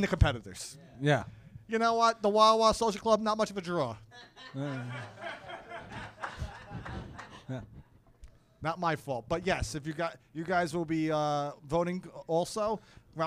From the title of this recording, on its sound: LIVE SHOW - Freaking Madness Comedy Competition at Wawa Social Club